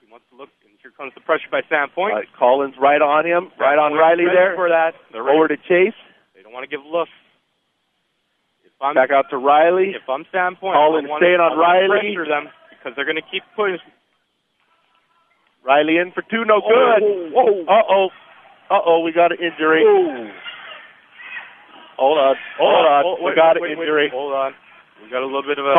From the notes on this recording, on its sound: Today’s game brought to you live from Sand Point